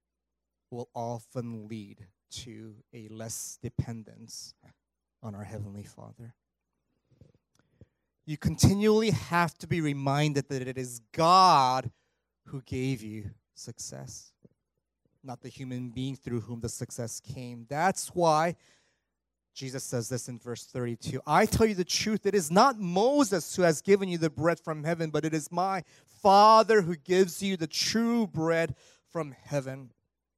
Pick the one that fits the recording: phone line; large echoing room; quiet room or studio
large echoing room